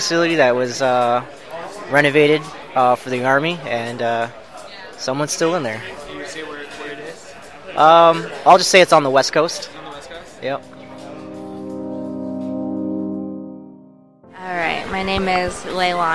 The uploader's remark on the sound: Spooky Stories from Phoenix Comic Fest 2018. Thank you Phoenix Comic Fest for letting us record.